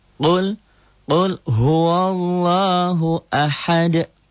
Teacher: Qul idhar hukum lam mati ketemu ha. Qul huwa Allah pada Allahnya dibaca tafkhim taqlid